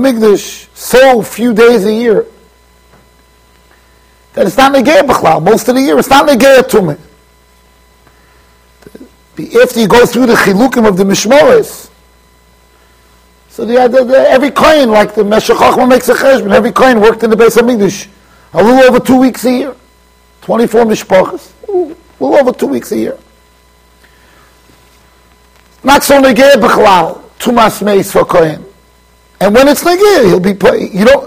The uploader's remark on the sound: Shiur recorded in Yeshivas Ohr Reuven, Monsey NY.